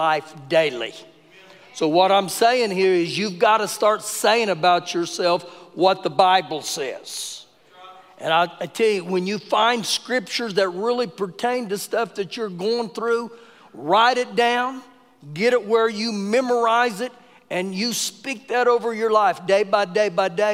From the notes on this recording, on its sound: Recorded live during our Wednesday night service.